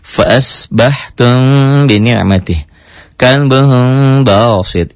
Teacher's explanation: bibirnya enggak nutup. Itu bunyi M tapi samar. · Term: ikhfa syafawi